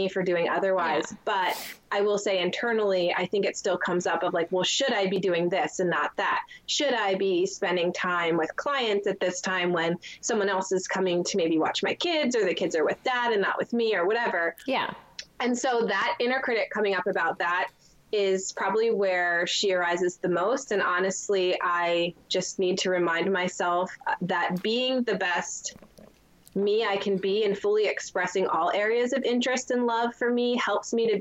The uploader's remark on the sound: my *first ever* Skype video interview for the podcast